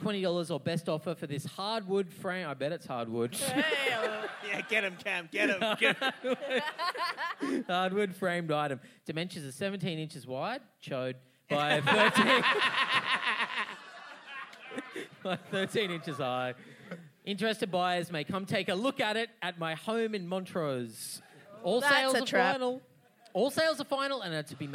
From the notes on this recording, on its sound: At the Sydney Comedy Festival. An utterly wild live show. Thanks to everyone who came out to the show, and to the Sydney Comedy Store for putting on this filth.